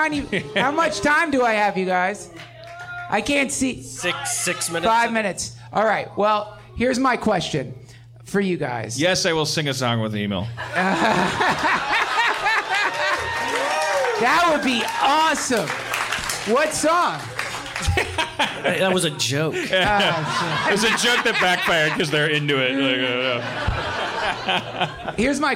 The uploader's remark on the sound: LIVE FROM THE IMPROV. Recorded in front of a live audience at the Hollywood Improv!!!